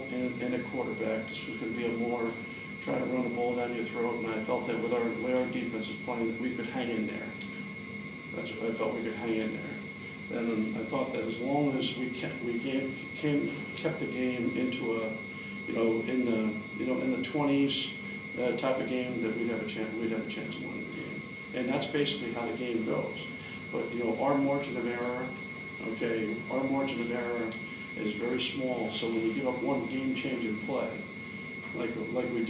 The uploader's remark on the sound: Press Conferences & Post-Game Interviews.